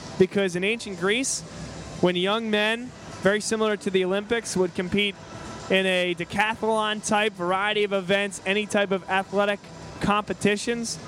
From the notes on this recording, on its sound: Live From The Palestra.